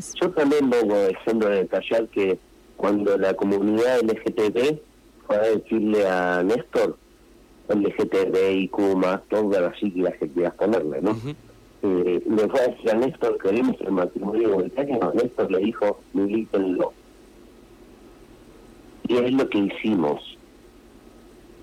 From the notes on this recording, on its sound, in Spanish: Vía entrevista telefónica